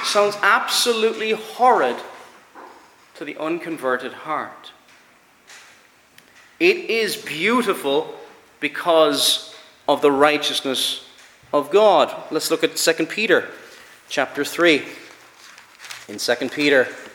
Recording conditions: large echoing room